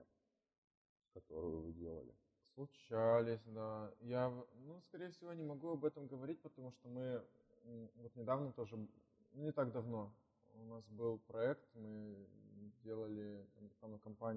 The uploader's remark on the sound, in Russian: Извиняемся за качество звука, мы тогда только учились.